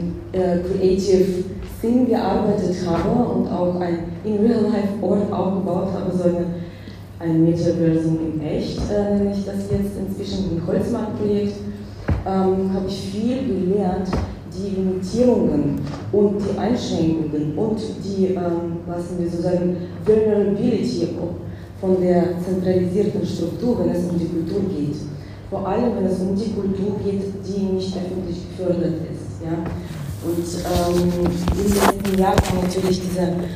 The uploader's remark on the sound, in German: Panel zu "NFTs, mehr als Kunst" während SOLUTIONS Hamburg. Ein weiterer Mitschnitt von der SOLUTIONS in Hamburg.